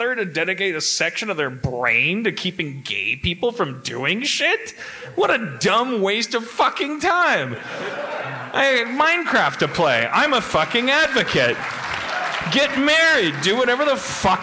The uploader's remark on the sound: LIVE in Toronto